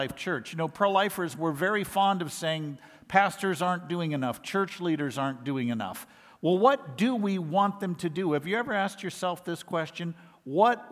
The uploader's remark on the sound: lectures given at IFI’s 2023 worldview conference